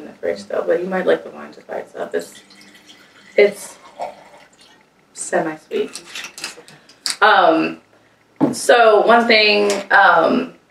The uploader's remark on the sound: one of these days, the mic will do as it's told.